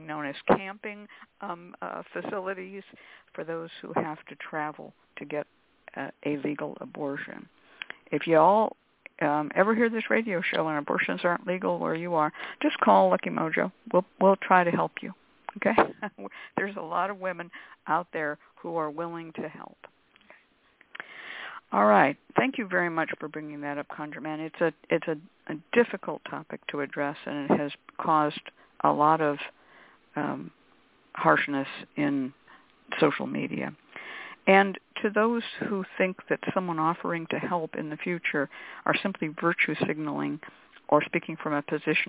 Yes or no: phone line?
yes